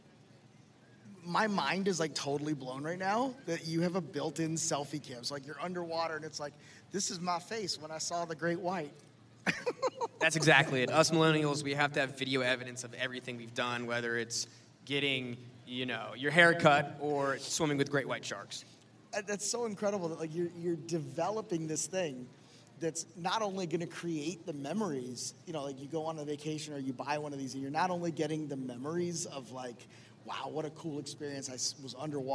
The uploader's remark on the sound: LIVE from LONG BEACH. Live episode.